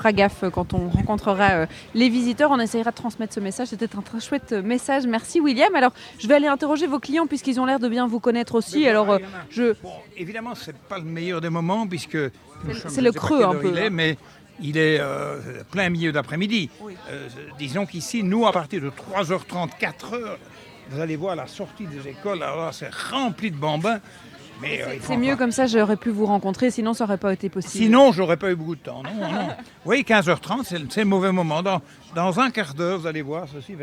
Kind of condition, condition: setting, busy venue